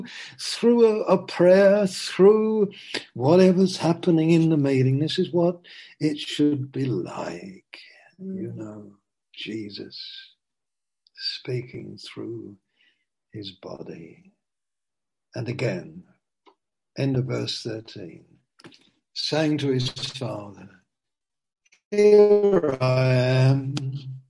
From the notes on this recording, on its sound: Zoom. Teign Valley Sessions.